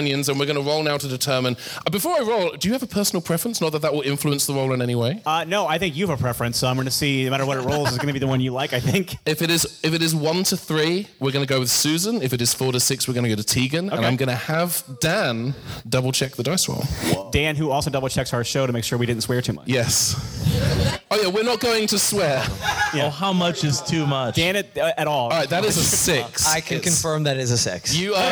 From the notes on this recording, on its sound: Recorded at The 31 Flavours of Gallifrey One in February 2020